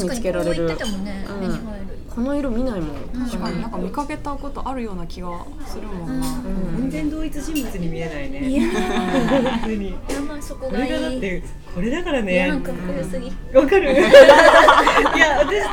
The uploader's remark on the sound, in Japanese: ファミレスでの収録のため、まわりのがやがやと一部聞き取りにくい箇所があるかもしれません